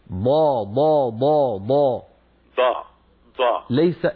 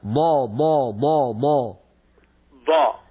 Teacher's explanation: إذن الضاد من حافتي اللسان ولا تتكئ ولا تضغط على طرف لسانك الأمامي